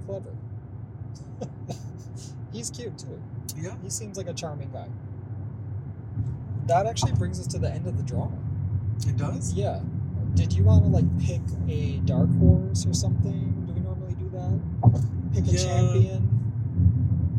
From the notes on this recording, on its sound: We're bringing you our Wimbledon preview from the car, driving down I-90 in Upstate New York.